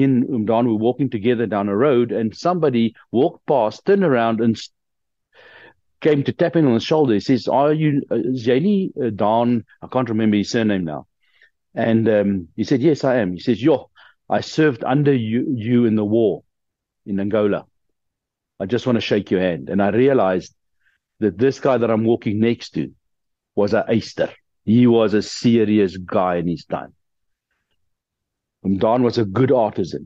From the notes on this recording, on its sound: The Transformation Table Zoom Meeting